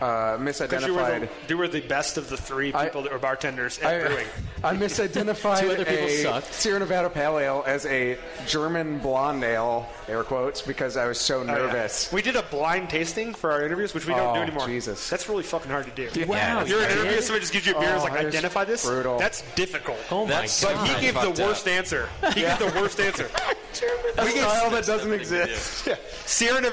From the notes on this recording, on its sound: continues its live broadcast from Fort Collins